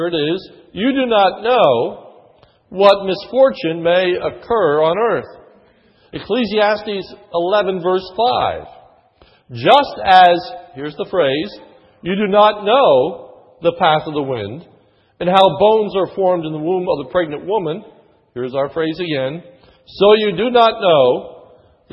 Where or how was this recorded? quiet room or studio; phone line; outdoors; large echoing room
large echoing room